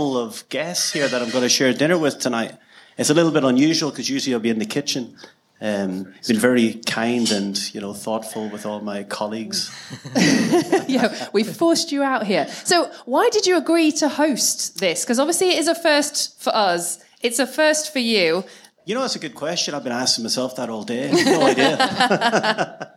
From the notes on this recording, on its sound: Live at The Gannet in Glasgow. Along with a live audience. Questions from the audience.